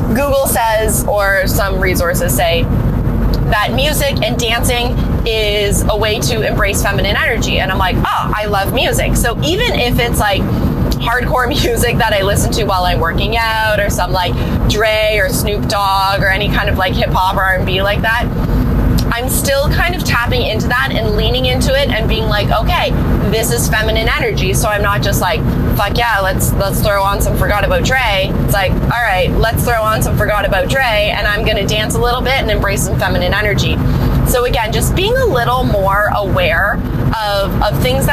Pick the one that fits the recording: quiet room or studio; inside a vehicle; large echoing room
inside a vehicle